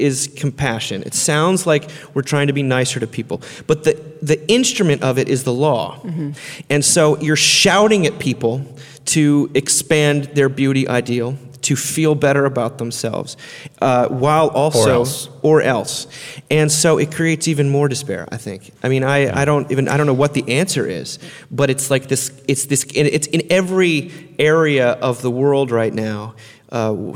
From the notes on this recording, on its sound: Recorded in front of an audience at the 2018 Mockingbird Conference in New York City.